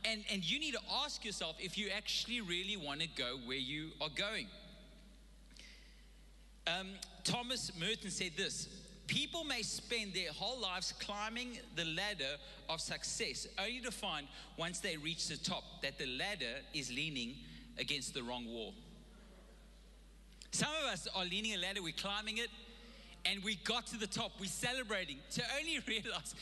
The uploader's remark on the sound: Recorded live on Sunday the 31st October 2021